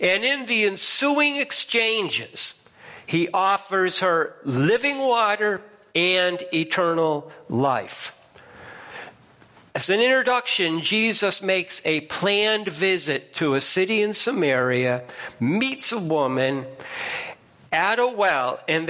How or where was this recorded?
large echoing room